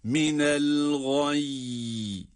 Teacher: el gay kelimesindeki duruşumuzda da iki tane cezimli ya sesi çıkaracağız